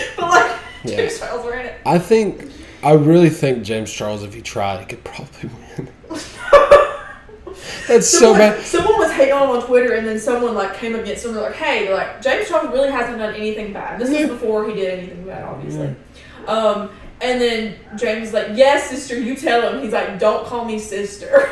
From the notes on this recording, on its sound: This was one of the more heated episodes so maybe an headphone warning is necessary.